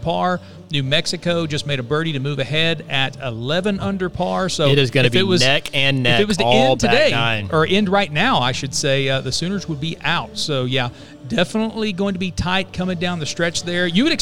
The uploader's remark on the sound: The guys are "live" once again from our "home-away-from-home", Chalk Sports Bar!